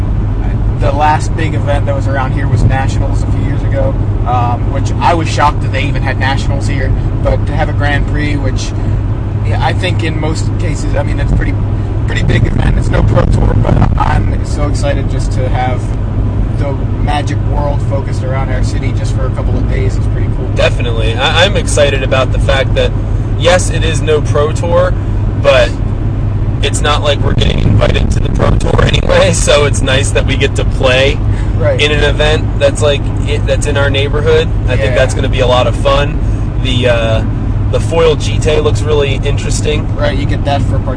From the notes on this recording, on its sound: Please excuse the sound quality. We were recording in the car and apparently there was a bad connection between my microphone and iPod.